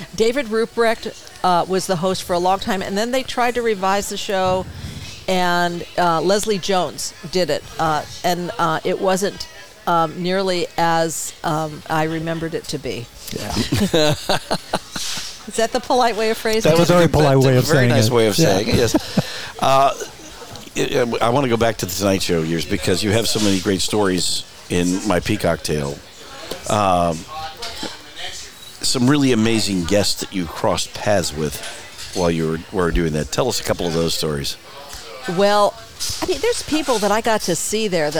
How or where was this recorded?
busy venue